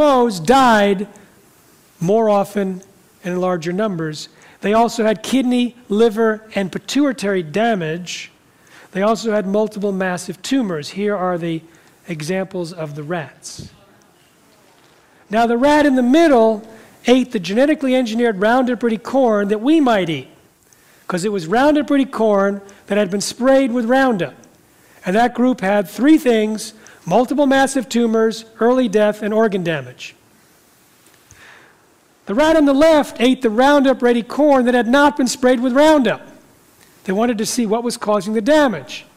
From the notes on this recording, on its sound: talks in front of a live audience